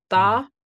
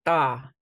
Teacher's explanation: it's dental versus retroflex